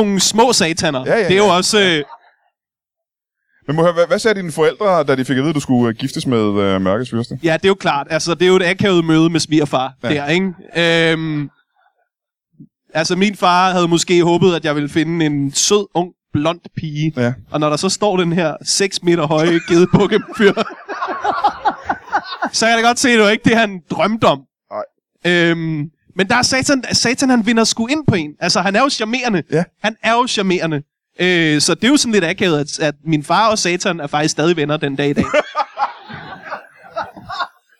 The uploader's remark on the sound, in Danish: LIVE fra Vanløse